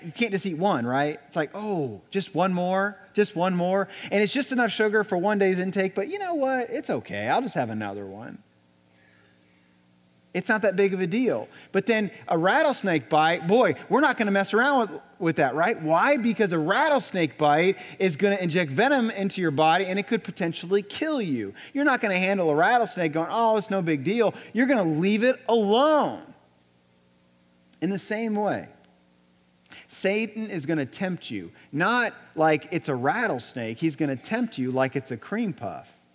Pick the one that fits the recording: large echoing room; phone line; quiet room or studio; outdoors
large echoing room